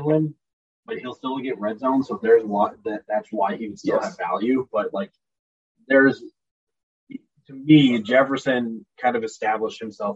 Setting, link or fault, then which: fault, poor sound quality